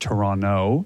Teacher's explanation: We pronounce it Toronto, no T at the end.